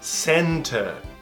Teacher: no inglês britânico esse R some no final. Vai ficar center.